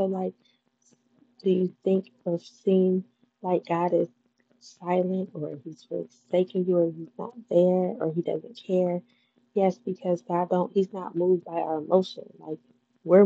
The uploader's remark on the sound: Hey the audio is not as clear because I had on my ear phones trying to see how it would sound so please excuse all the buzzing and noises.